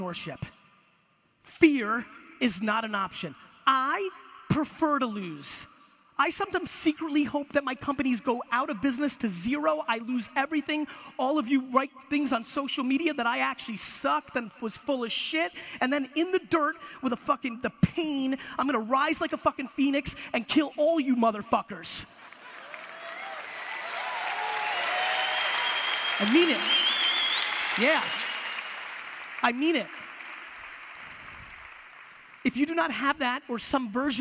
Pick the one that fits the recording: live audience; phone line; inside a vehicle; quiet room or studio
live audience